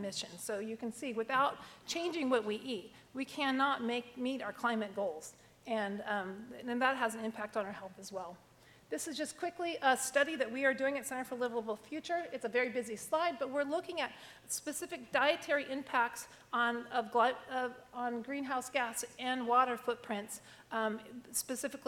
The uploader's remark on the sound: This episode features a recording of a panel discussion from the Reducetarian Summit, held in New York City in May 2017.